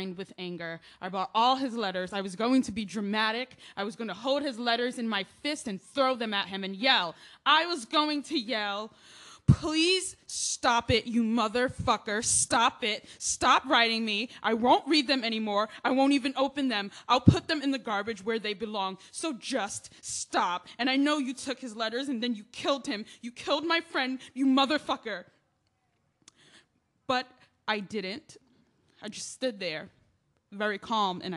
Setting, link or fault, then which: setting, live audience